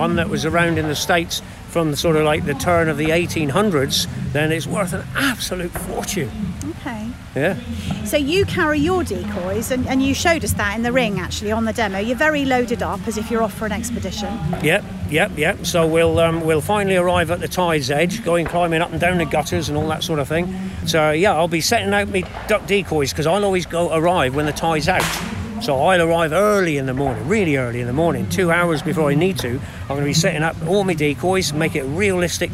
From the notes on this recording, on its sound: Alfie the water-fowl retriever performs at Hampshire Country Sports Day 2023. This lively interview was recorded at the Country Sports Day 2023 at Bereleigh, East Meon.